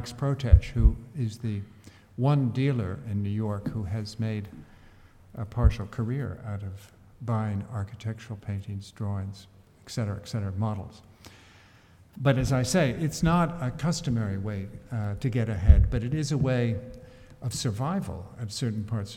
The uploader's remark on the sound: Lecture at RIBA, 2006